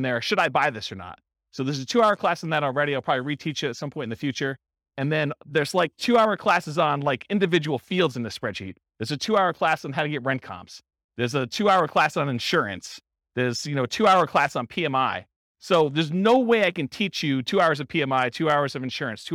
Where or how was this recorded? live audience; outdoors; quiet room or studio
live audience